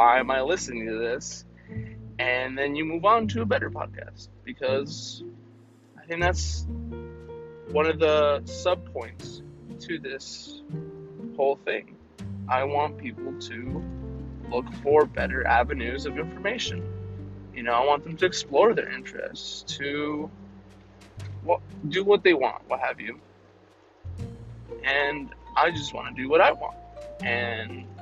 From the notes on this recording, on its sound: I test the audio potential of doing this podcast in my car.